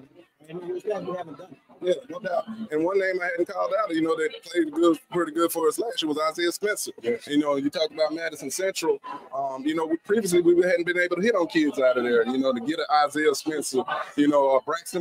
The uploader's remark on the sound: Live from Thee Recruit Reveal